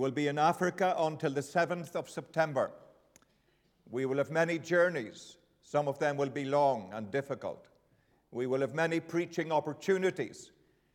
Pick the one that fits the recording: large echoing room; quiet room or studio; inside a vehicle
large echoing room